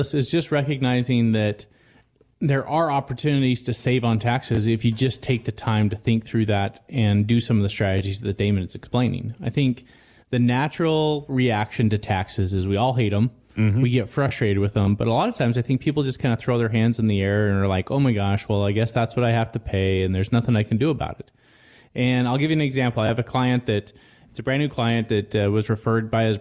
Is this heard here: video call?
no